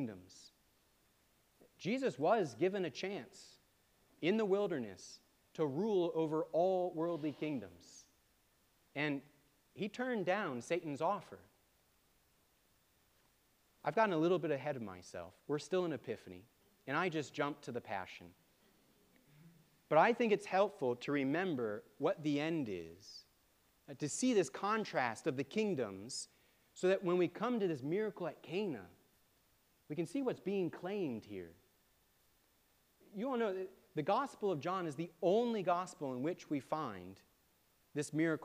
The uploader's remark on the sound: preached at All Saints Anglican Church on January 21, 2024